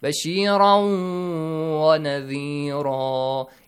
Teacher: the noon sound will be changed to waw sound